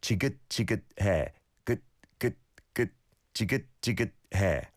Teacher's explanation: If I had to nitpick again, the shiot pachim, the bottom consonant, has to be kind of a sound in the back of your throat